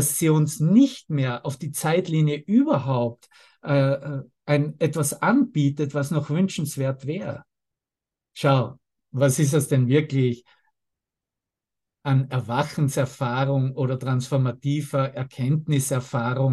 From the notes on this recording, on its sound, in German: Zoom-Session. Veranstaltet von der Aleph Akademie.